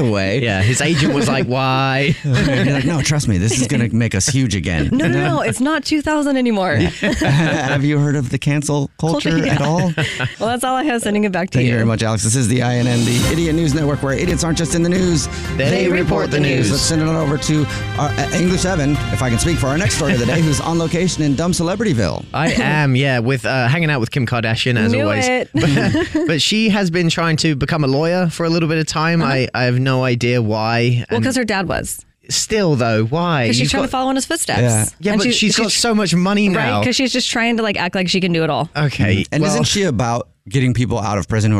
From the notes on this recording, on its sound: A Phone Prank.